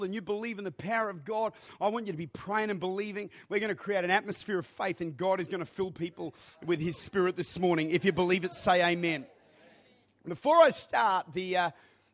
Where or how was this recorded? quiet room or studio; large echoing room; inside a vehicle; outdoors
large echoing room